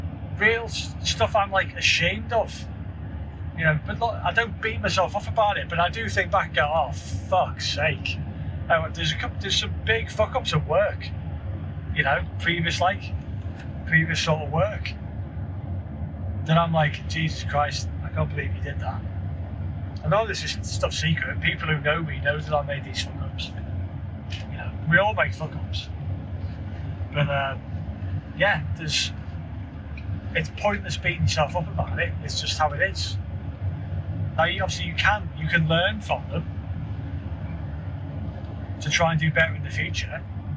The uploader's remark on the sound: Bit of an off the cuff filler episode whist I was driving back home from the office.